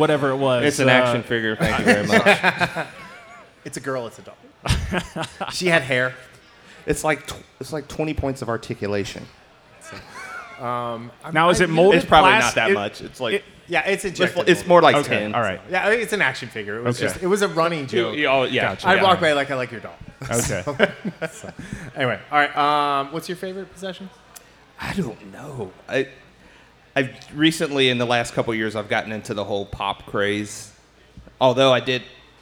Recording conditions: live audience